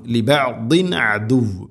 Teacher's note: തൻവീന് ശേഷം ഐന് വന്നാൽ ഇസ്ഹാർ, തൊണ്ടയിൽ നിന്ന് വരുന്ന അക്ഷരമാണ് ഐന്. ഹൽഖിൻ്റെ അക്ഷരങ്ങളാണ്, അതുകൊണ്ട് അവിടെ വെളിവാക്കി ഉച്ചരിക്കണം.